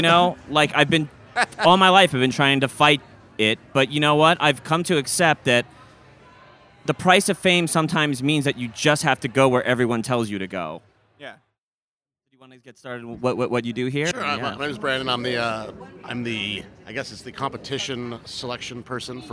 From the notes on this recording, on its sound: straight from Phoenix Film Festival 2016!